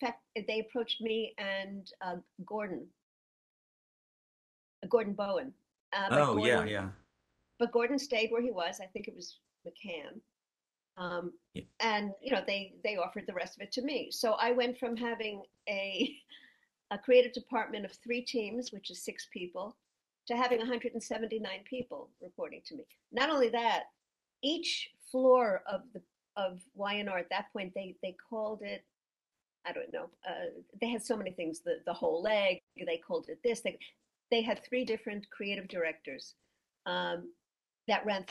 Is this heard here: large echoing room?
no